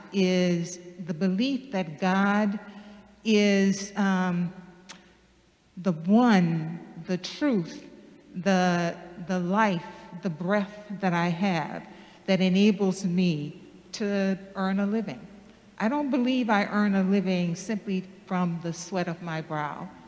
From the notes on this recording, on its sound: Sermons from Old South Church in Boston